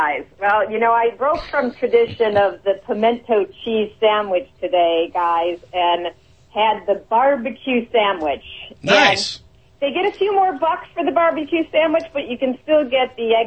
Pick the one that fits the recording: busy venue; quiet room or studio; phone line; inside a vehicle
phone line